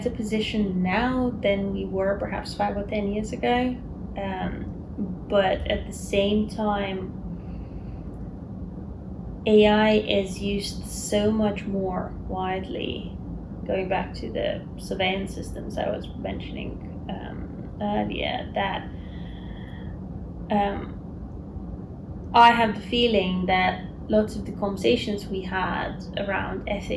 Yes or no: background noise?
yes